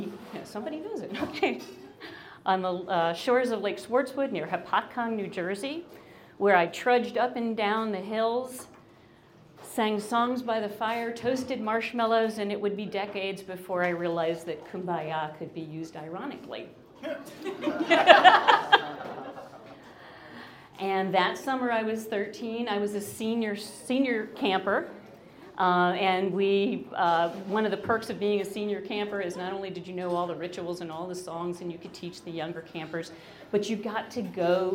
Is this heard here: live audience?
yes